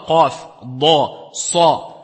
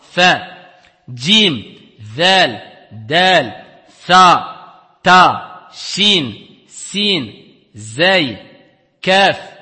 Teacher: Ils sont fines, muraqqaqa, ils sont aigus. · Shown in: second take